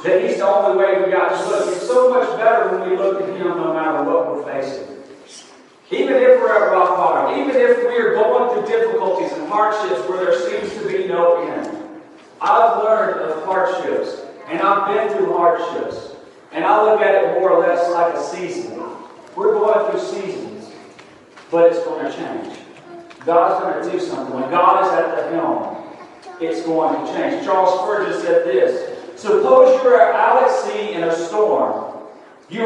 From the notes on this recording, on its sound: Recorded December 4, 2022 at Friendship Baptist Church.